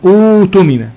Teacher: فنقلب الهمزه حرف واو مادية · Term: مد بدل